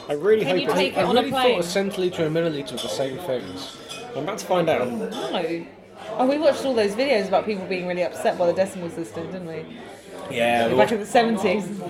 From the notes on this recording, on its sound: Recorded in an actual pub, which it turns out makes editing hard!